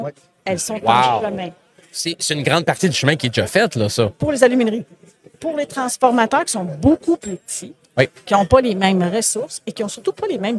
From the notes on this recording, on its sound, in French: En direct du Transal Saguenay